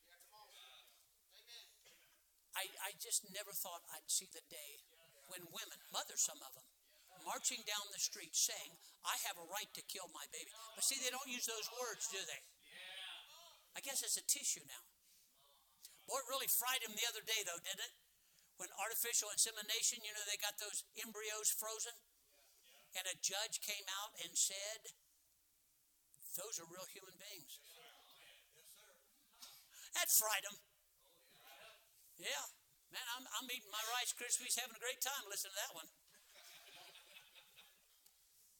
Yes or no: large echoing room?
yes